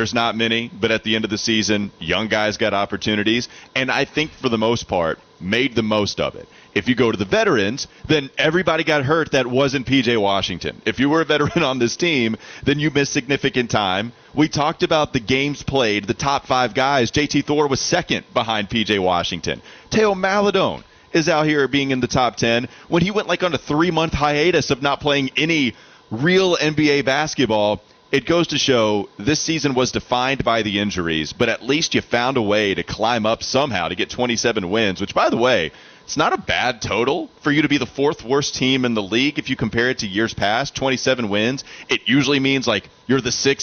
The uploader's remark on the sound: live from the Spectrum Center